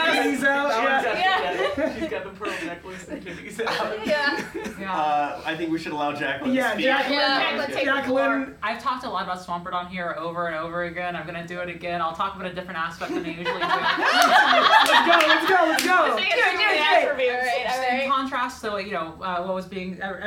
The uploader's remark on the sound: Live from Extra Life 2023. Live from Michigan, it's a special morning edition of Champs In The Making!